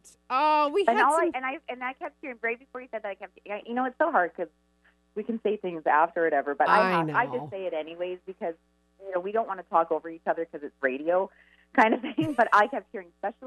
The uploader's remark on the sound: Listener calls + live readings!